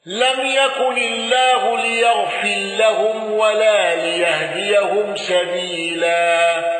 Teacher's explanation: الأزرق بترقيق الراء وقصر البدل